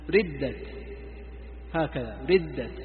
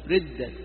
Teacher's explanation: ردت هكذا، ردت يعني تبتدئ بالضم وتكسر، ردت. لاحظوا كيف نطقي هذا الإشمام، هكذا تقول ثم تأتي إلى الكسر ردت. · Term: إشمام الكسر مع الضم